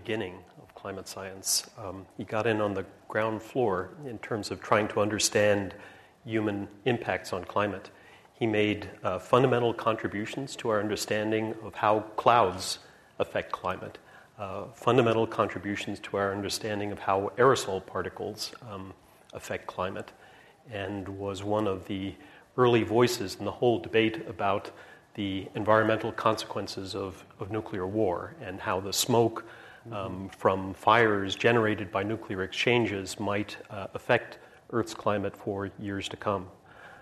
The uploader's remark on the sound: This program was recorded in front of a live audience at The Commonwealth Club on November 3, 2010